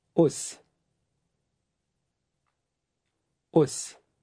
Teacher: It sounds like os, but it's shorter.